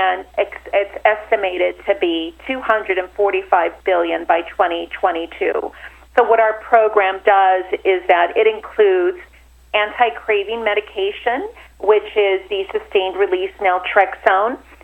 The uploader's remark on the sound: called in to SmallCapVoice